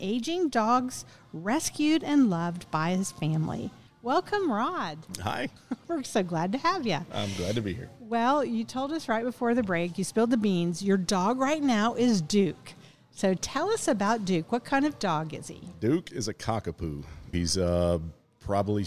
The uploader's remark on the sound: Recorded at Tusculum Brewing Company